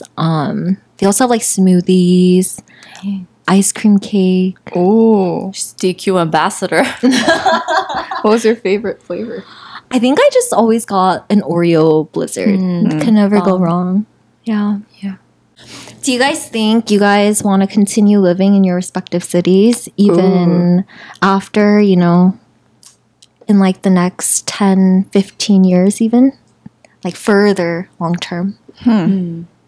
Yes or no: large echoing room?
no